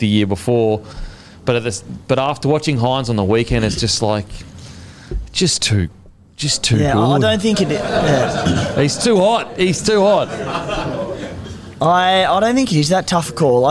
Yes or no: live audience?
yes